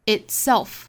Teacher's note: itself 这个词首先重音是在后面这个音节